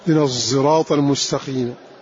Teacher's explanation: وقد عرفنا ما القصد من إشمام الصاد زايا، قلنا خلط حرف بحرف بحيث يتولد منه حرف لا بصاد ولا بزاي ولا بضاء، من الصراط المستقيم.